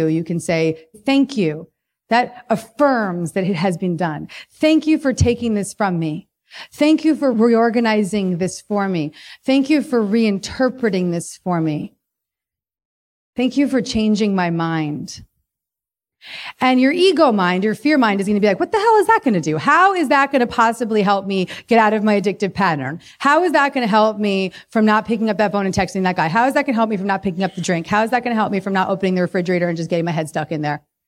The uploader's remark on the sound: This bonus episode—which is taken from one of my most epic live talks—will do just that.